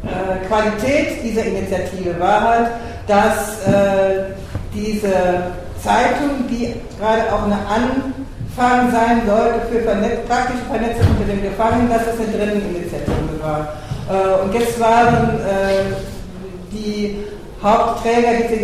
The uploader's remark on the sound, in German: Auf den A-tagen 09 (Hamburg). Mitschnitt des am 13.06.09 auf den A-Tagen stattgefundenen Workshops.